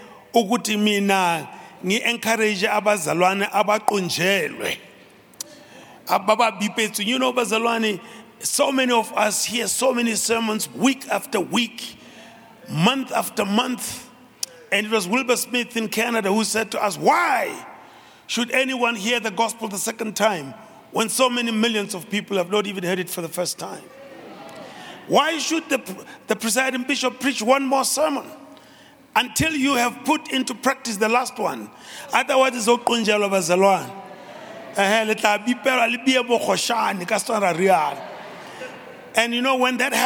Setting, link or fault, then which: setting, large echoing room